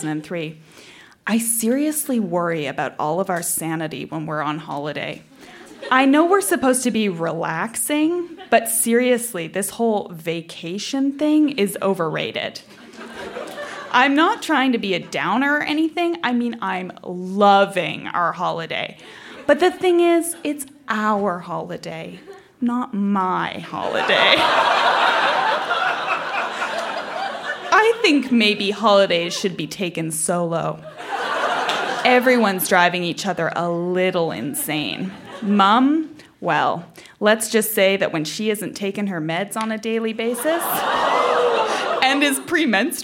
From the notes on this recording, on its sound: Recorded live at La Sala Rossa in Montréal, QC.